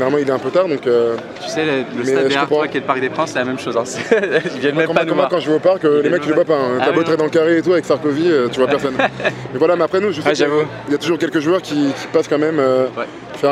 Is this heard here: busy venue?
yes